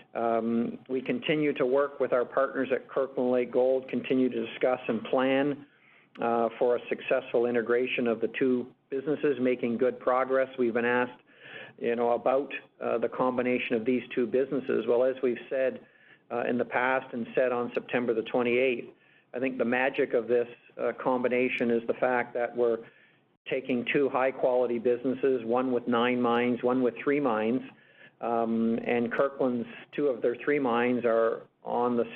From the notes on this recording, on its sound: Agnico Eagle Mines’ Q3 conference call